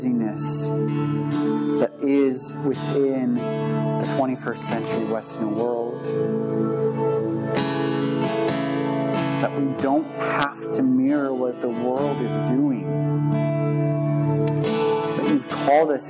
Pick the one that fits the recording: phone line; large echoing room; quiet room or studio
large echoing room